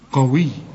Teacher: القاف برضو تاني درجة من درجات التفخيم